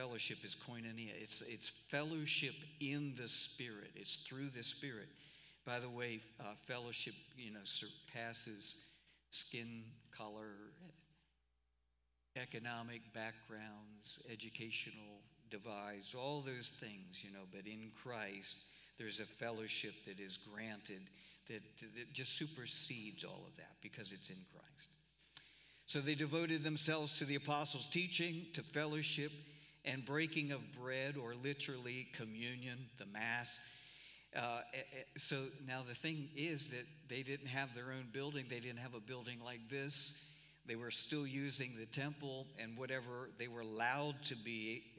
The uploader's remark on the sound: Cornerstone Fellowship Sunday morning service, recorded live at the church.